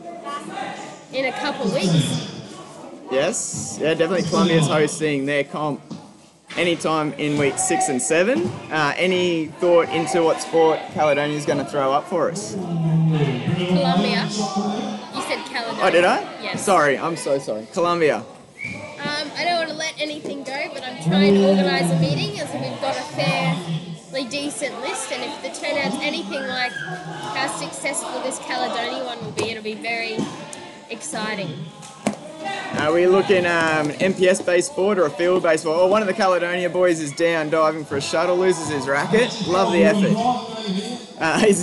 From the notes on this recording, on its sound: This episode features live audio from the Senior School Badminton Competition, including live interviews from the TOP 4 teams in each age group.